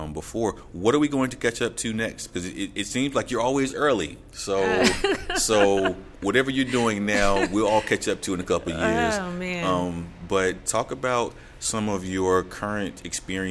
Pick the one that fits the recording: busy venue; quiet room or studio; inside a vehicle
busy venue